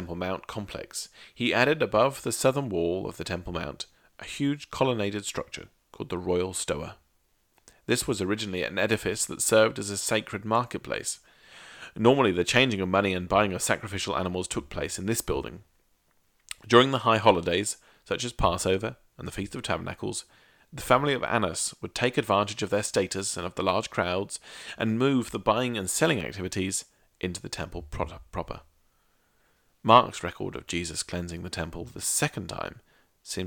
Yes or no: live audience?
no